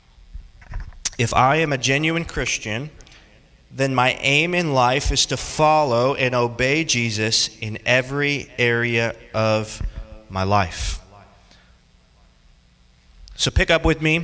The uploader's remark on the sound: Teaches a group of college students about three realities concerning the Lordship of Christ. This sermon was preached on June 19th, 2023 in Orlando, Florida.